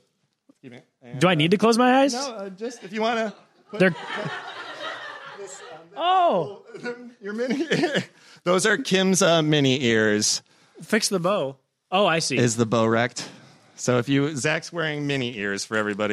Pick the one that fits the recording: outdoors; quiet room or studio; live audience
live audience